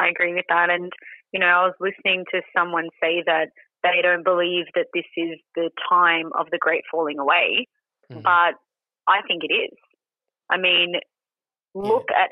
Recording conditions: phone line